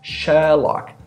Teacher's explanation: In British English, the R sound is just a vowel sound that was prolonged